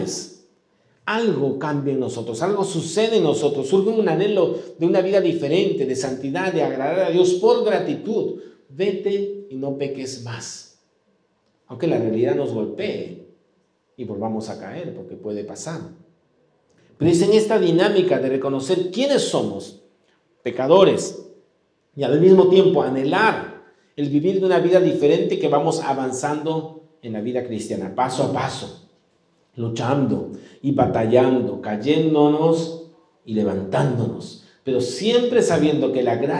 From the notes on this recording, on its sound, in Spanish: Este podcast es la retransmisión de la reunión de iCafe de cada domingo. Saenz Peña 107 Barranco.